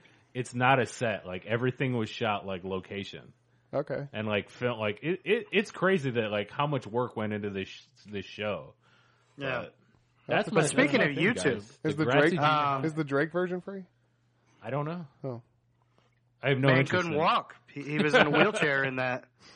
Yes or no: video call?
no